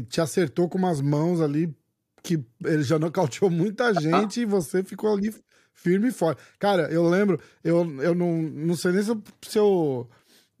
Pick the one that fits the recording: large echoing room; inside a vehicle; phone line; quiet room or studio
quiet room or studio